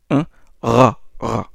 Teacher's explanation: Donc, le Ra. C'est le R grasseillé. Seulement, il faut éviter de le vibrer. Il ne faut pas le vibrer. C'est-à-dire sans battement. C'est une consonne vélaire. Ra, ra. Le ra, c'est la jota espagnole.